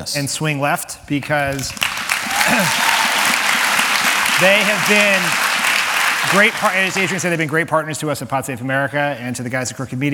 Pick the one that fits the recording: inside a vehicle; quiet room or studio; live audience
live audience